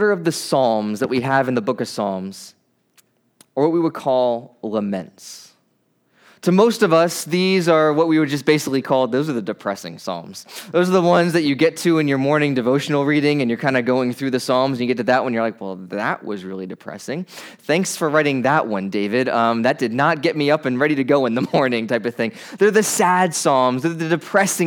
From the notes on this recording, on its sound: Preached at New Beginning Nazarene Church in Mt. Airy, MD.